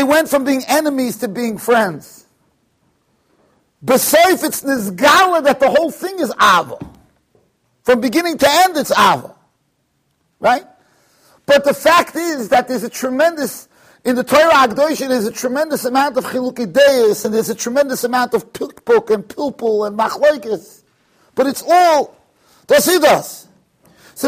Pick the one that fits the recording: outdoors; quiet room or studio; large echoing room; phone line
large echoing room